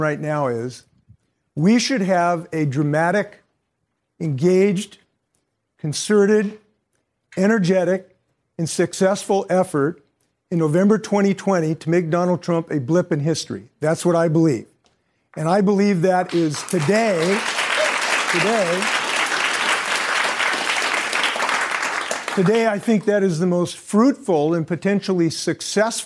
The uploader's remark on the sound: During a live town hall. In Washington, D.C.